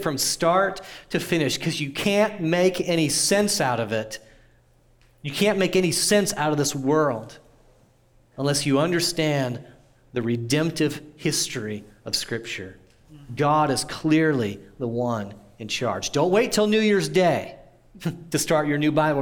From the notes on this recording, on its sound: audio from New City Church in Champaign-Urbana, IL